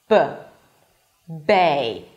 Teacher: for the B, you block the air, B, and release it abruptly